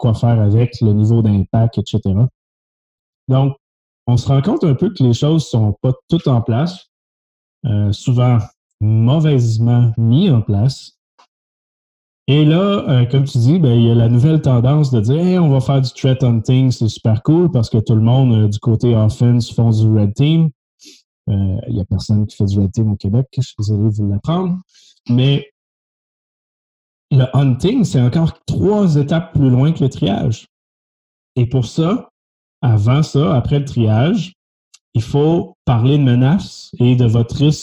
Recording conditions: video call